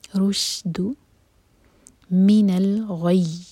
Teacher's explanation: رو دمہ کے لیے ہمارے ہوٹ گول ہوں گے لیکن جب شین پر پہنچیں تو ہوٹوں کو پھیلا لیں. رشد من الغی، یہاں پہ رکیں گے تو یہاں پر ہے شدہ، تو غی کہہ کے نہیں رکنا، شدہ کو ظاہر کرنا ہوگا، تو یا کو اسٹرانگ کر کے پھر رکیں گے.